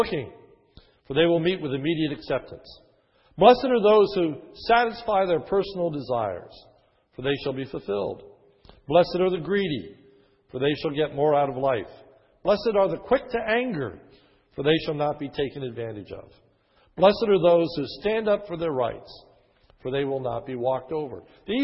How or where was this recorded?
large echoing room